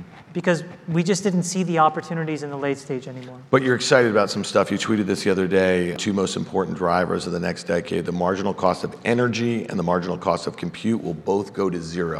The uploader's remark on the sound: Have a chat at the iConnections Global Alts Conference in Miami. Have a chat at the iConnections Global Alts Conference in Miami.